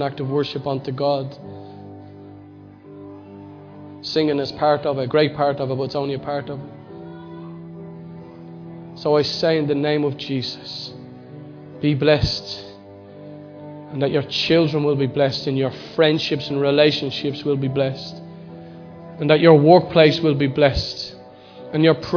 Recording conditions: large echoing room